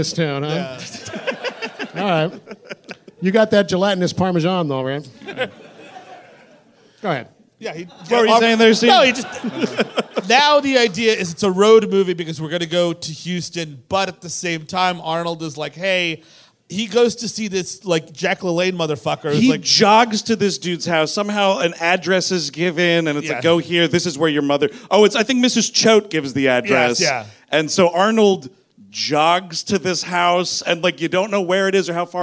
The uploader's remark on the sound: At the world-famous Hollywood Improv in Los Angeles, CA. The guys are live in Los Angeles. The guys wear flammable shirts live on stage!